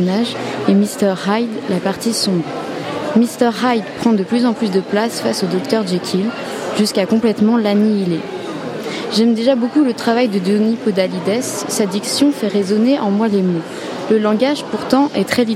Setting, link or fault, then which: setting, busy venue